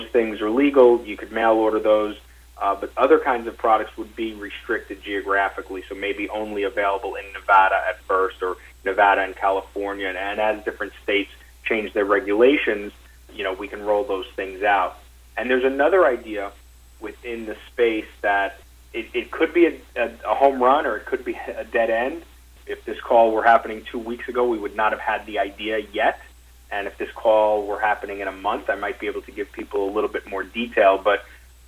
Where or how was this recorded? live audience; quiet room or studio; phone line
phone line